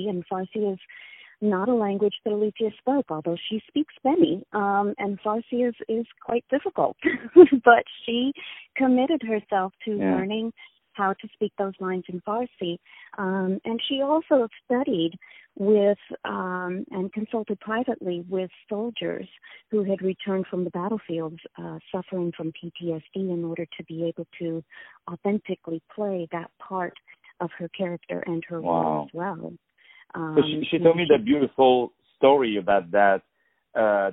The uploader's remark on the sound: On the phone